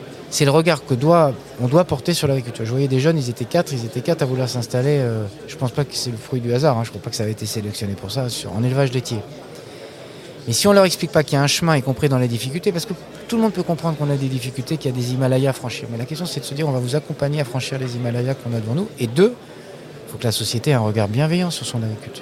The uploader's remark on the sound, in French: En direct de l'Espace podcasts de la 36ème édition du SPACE.